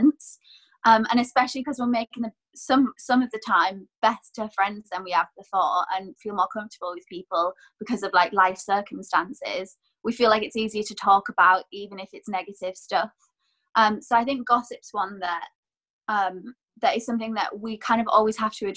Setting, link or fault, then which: link, video call